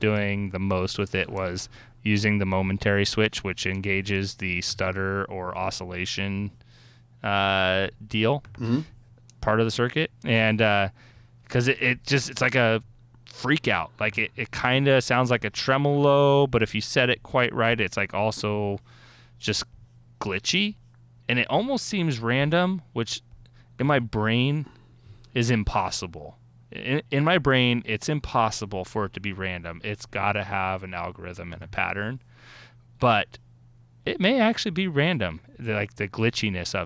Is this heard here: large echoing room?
no